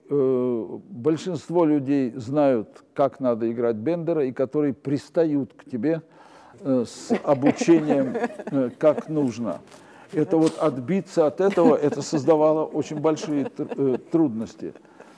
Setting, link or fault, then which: setting, live audience